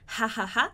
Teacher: Lembrando que o H é o som aqui, ha, né? Que sai da garganta, ha.